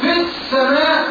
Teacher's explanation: اللام لام شمسية ما بتنطقش